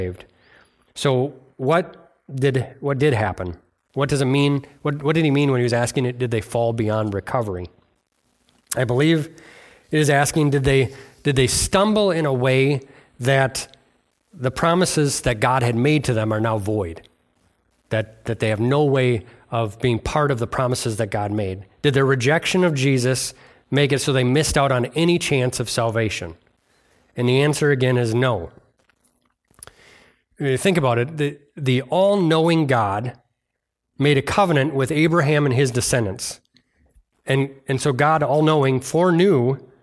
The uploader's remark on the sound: At Bible Center Church in Maiden Rock, Wisconsin.